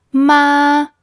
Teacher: The first character, ma, has the first tone, which is the high and flat tone, ma. And the second character is with the neutral tone, ma.